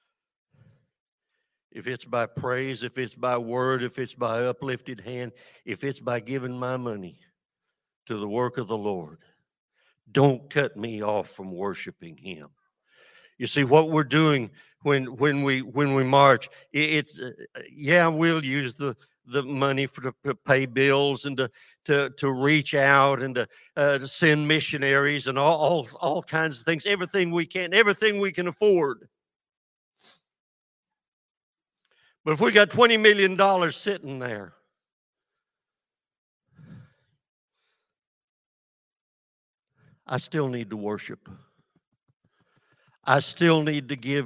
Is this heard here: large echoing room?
yes